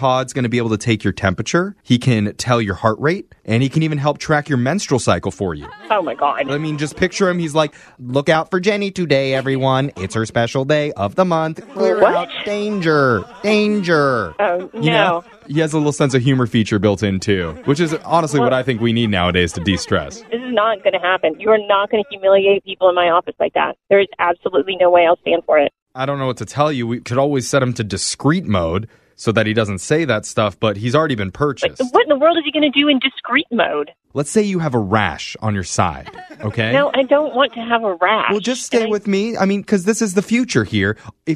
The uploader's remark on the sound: Phone Tap